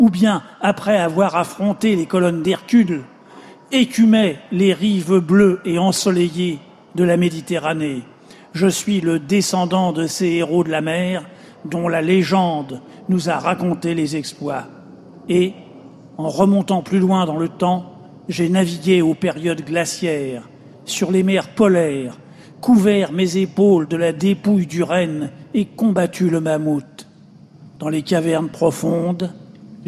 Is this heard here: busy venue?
yes